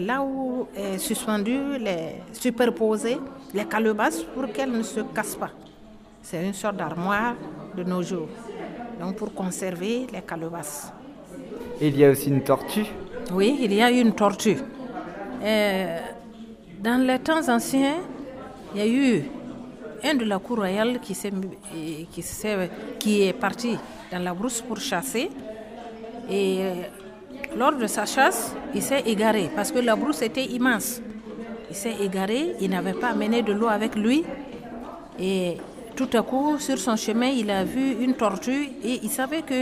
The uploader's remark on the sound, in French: Voici mon reportage au Festival Burkin'art organiser par le centre socio-culturel Totout'art à Villeneuve les Avignon.